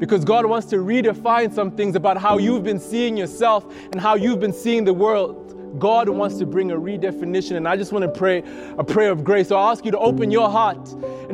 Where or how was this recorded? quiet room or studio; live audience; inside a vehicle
live audience